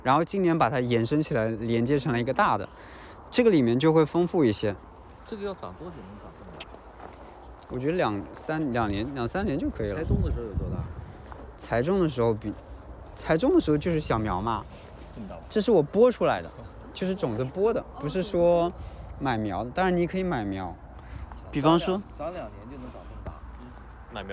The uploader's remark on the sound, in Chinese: 本期内容是11.11线活动的收音，大家一起在花园里散步聊天。途中还偶遇了今年的第一只冬候鸟红胁蓝尾鸲。